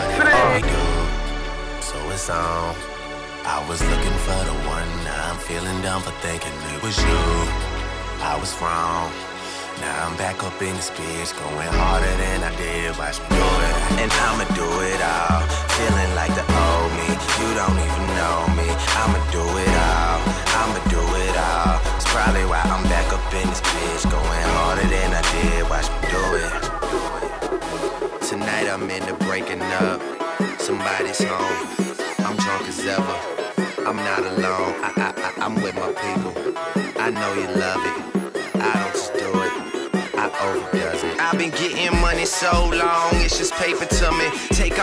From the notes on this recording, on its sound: Originally broadcast live on August 23, 2018 from the storefront of Kinfolk 90 in Williamsburg, Brooklyn, New York City.